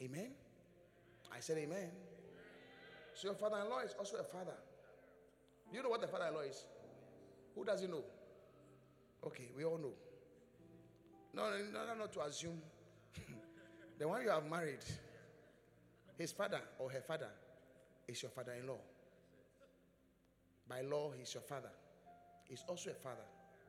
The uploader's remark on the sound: Preached at the Qodesh